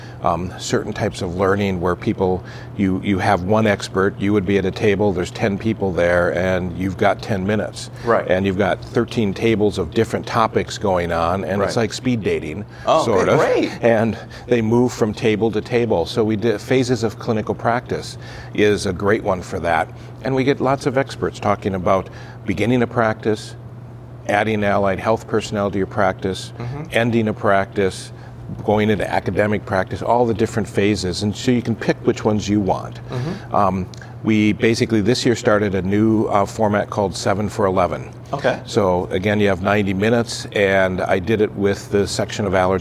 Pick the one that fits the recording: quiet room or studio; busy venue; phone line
busy venue